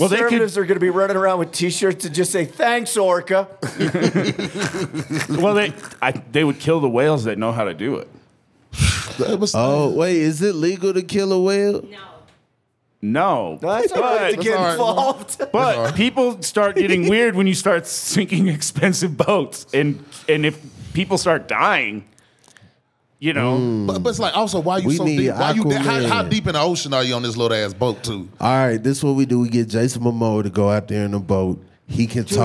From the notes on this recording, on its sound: live from the Vail Comedy Festival